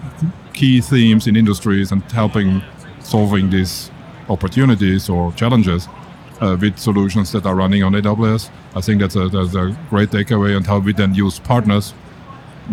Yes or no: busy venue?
yes